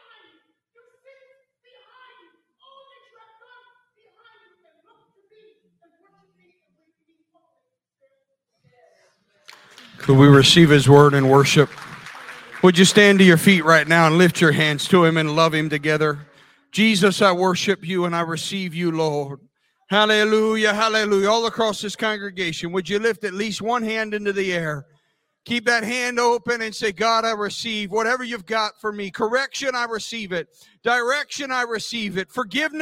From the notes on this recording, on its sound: This sermon was recorded live on Sunday, January 8th, 2023 at Newark United Pentecostal Church.